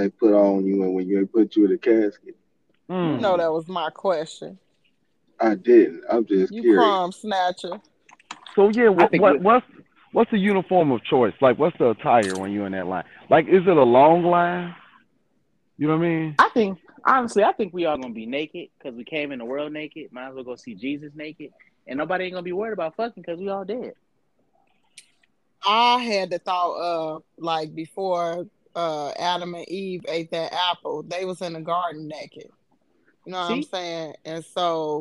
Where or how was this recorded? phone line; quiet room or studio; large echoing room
phone line